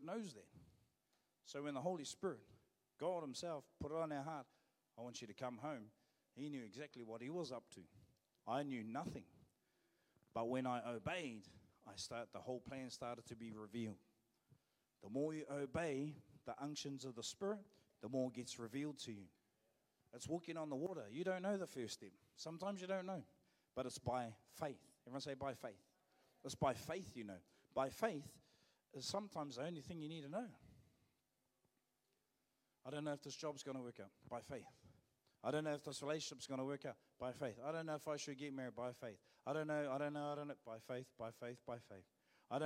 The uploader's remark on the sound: Live From IwiTapu Destiny Church Hawkes Bay